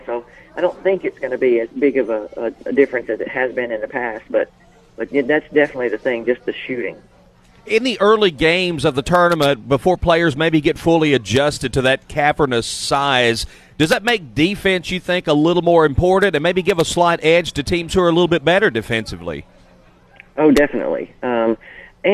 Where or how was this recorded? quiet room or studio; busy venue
busy venue